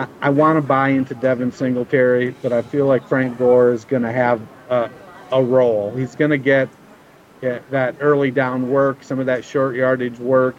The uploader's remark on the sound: live on location at the Psalms resort for the FFWC in Vegas